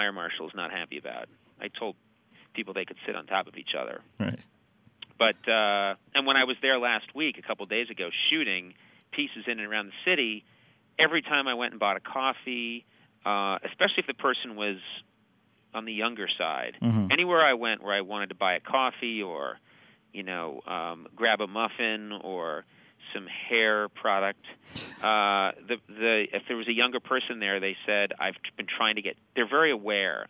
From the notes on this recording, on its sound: phoned up the TV Talk Machine